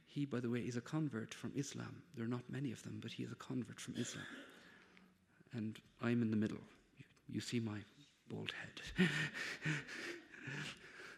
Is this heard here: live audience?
yes